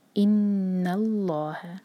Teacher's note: نون کو ہم لام سے جب جوڑیں گے تو لام ہیوی ہوگا